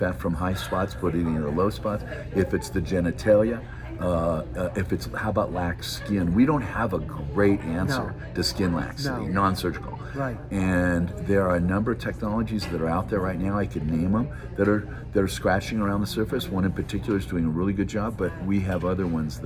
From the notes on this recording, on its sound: Coming to you live from The American Brazilian Plastic Surgery Aesthetics Meetings in Park City, UT.